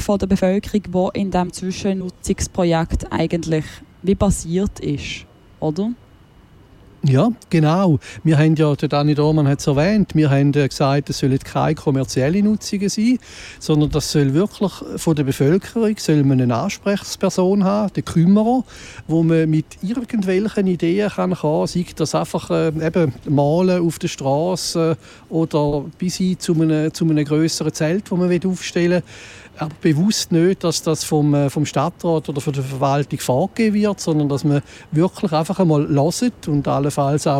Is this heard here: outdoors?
yes